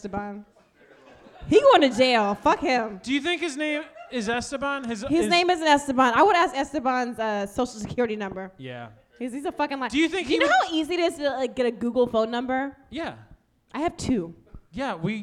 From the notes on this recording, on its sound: Live at The Wonderland Ballroom. The Wonderland Ballroom for venue Washington, D.C.